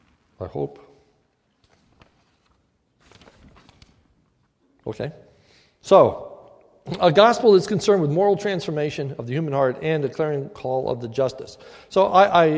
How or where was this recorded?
large echoing room